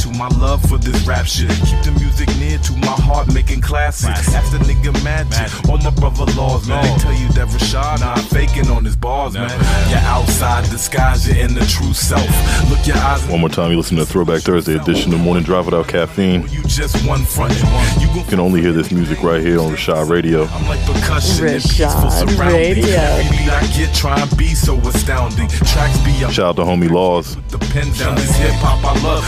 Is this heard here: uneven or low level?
no